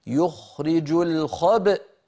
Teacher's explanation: لما نقف على يخرج الخبأ هنا يوجد همزة بعد الباء المقلقلة